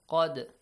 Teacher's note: The letter dal has an echoing sound because it appears sakin.